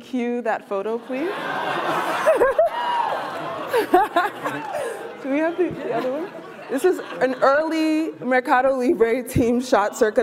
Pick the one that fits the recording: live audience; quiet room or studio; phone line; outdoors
live audience